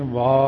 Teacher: ਵਾਹਵੇ ਦਾ ਕੰਨਾ ਜਿੰਨਾ ਮਰਜ਼ੀ ਲਮਕਾ ਕੇ ਬੋਲ ਦਿਓ, ਵੀ ਹਾਹੇ ਦੀ ਸਿਹਾਰੀ ਛੇਤੀ ਹੋਈ ਚੁੱਕੀ ਜਾਣੀ ਆਪਣੇ ਆਪ ਹੀ।